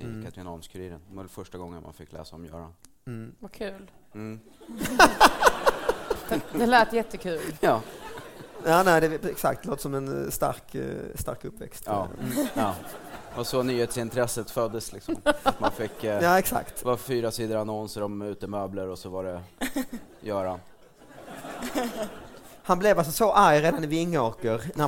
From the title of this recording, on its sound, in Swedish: Live i Stockholm!